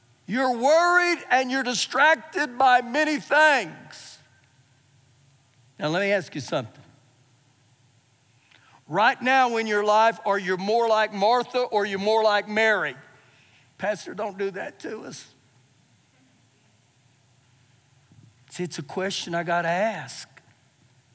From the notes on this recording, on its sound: Recorded live during our Wednesday night service